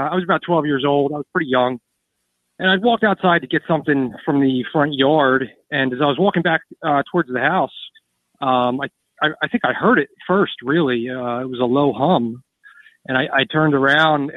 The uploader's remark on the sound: Listener call-in show. KGRA Radio.